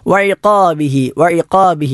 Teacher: ഖാഫ് അണ്ണാക്കിൽ തട്ടിക്കൊണ്ട് സ്പർശിക്കേണ്ട ഉച്ചരിക്കേണ്ട അക്ഷരമാണ്